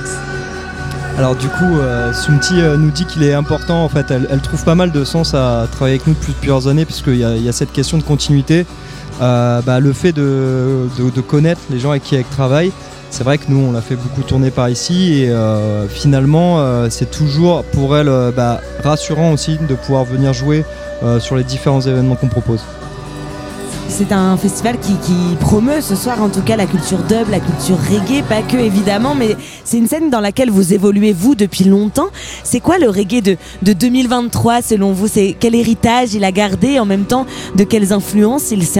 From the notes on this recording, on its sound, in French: En direct du TPA festival. Au micro de Tsugi Radio.